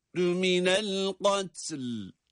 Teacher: Sakin olarak ta okunurken durduğumuz için lam harfini de cezimle okuyoruz. O da sakinleşiyor. · Term: iki sakin bir arada